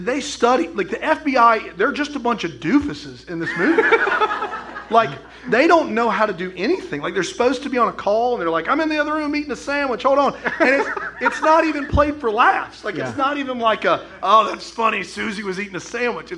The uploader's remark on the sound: LIVE from Raleigh, NC. This episode was recorded live in Raleigh, NC!